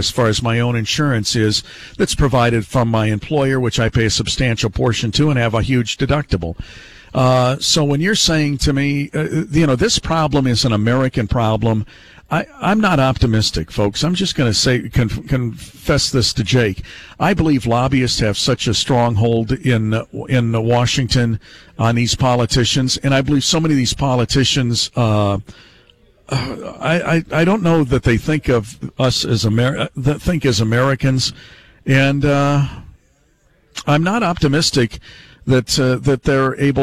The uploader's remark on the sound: Callers chime in to express their views. Live today at the Stadium GM Superstore in Salem!